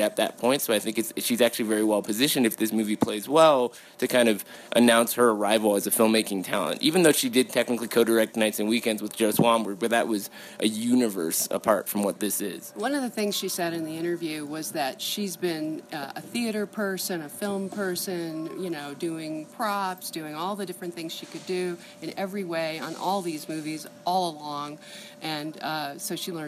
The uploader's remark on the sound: sit down at the Telluride Film Festival